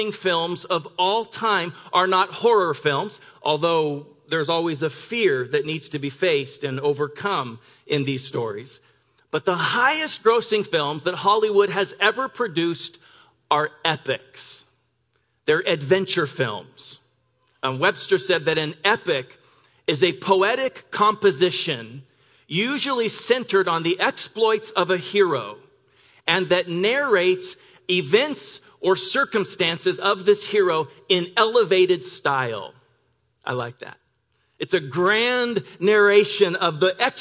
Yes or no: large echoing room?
yes